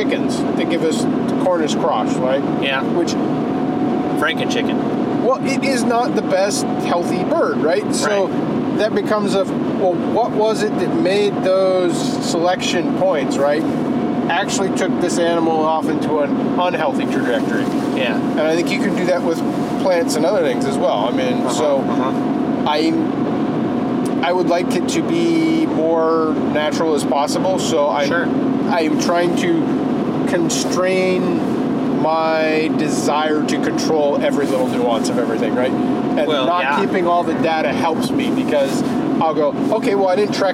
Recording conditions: inside a vehicle